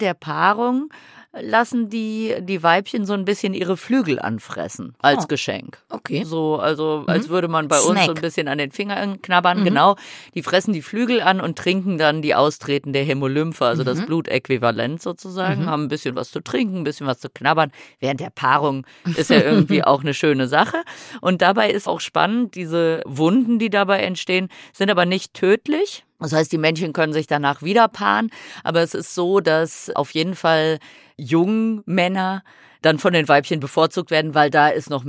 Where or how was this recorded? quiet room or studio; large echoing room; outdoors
quiet room or studio